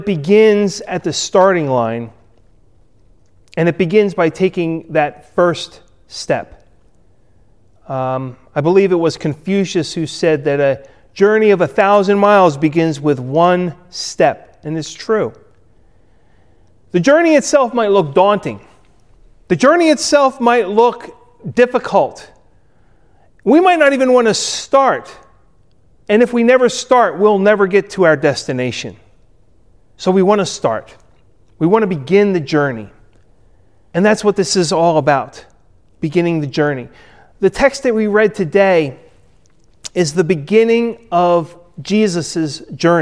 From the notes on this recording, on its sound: Recorded at Ebenezer UMC on February 21, 2021